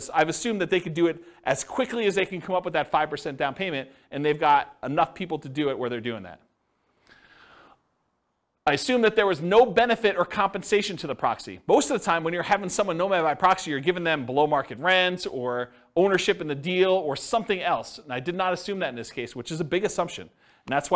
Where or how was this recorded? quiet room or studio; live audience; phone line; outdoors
live audience